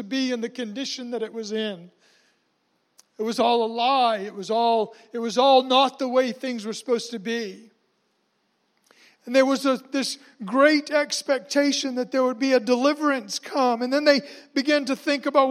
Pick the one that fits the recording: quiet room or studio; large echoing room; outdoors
large echoing room